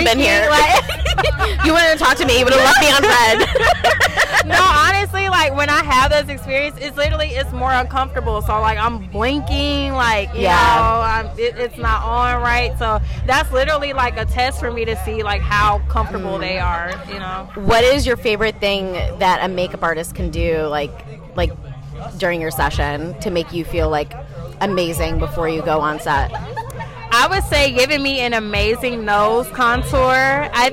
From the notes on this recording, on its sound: Meetup Live. Mini interviews live at the NYC and ATL meetup.